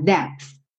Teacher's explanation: Depth. Não, então você fechou a boca, né, lábio com lábio no P e já vai pro TH